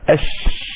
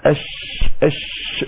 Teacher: صفة أيضا من هذا الانتشار الاتساع في المخرج، أو هو انتشار صوت الشيني في مخرجه حتى يصطدم بالصفحة الداخلية للأسنان العليا والسفلى. أش هكذا أش أش، ده التفشي.